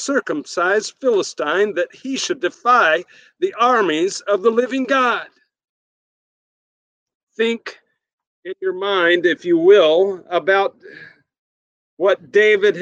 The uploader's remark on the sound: Sermon recorded at Middle East University Church.